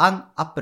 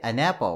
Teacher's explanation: 単語の頭の部分が母音の場合、この連結するっていうのがね、そういうことが起こります。だから an apple じゃなくて n と a がくっついて an apple っていう風に言うのが、まあ、リエゾンってやつですね · Shown in: second take